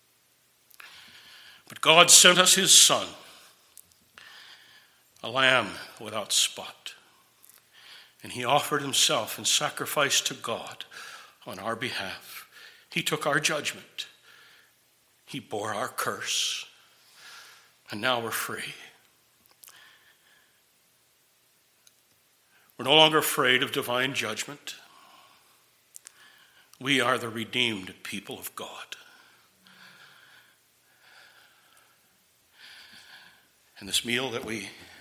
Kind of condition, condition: setting, large echoing room